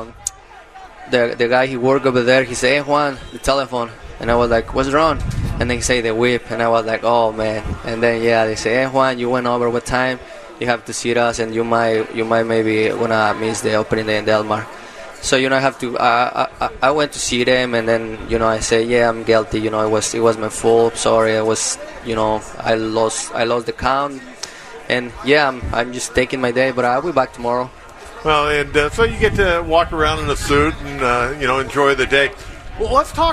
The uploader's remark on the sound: Live from Del Mar Opening Day